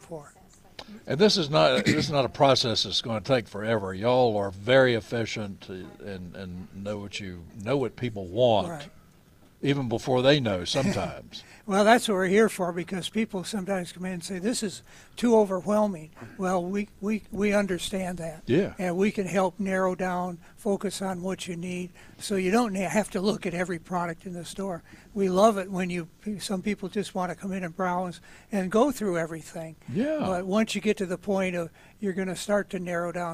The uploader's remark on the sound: broadcasting live from Bell’s Carpet & Floors